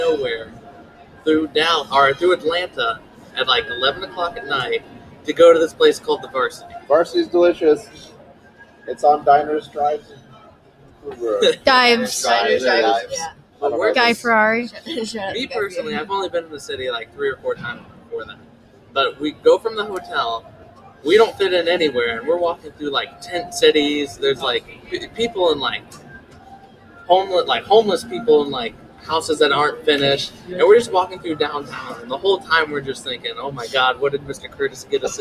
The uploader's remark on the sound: Live from Small School Nationals